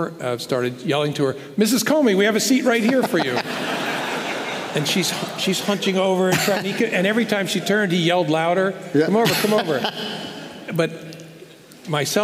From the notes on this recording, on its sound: This episode is part two of our live event